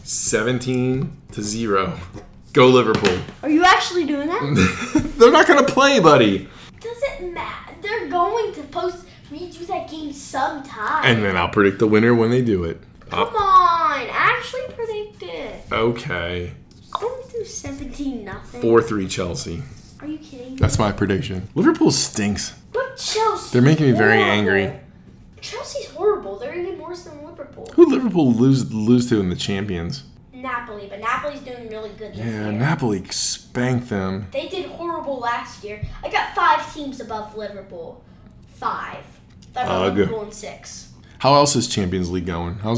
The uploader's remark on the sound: Air conditioner background noise, yelling, and the Queen's untimely passing (June would have been better) has led to our worst podcast to date!